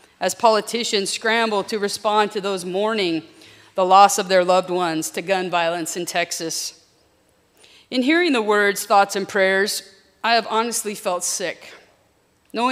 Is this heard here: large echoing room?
yes